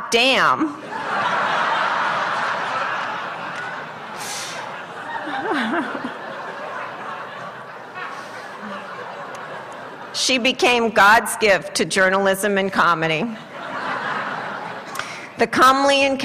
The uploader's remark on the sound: addresses an audience at UC Santa Barbara